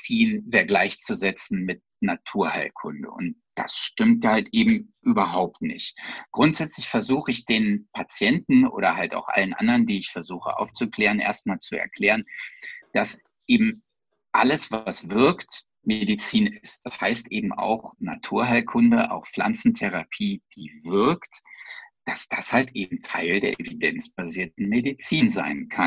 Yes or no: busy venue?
no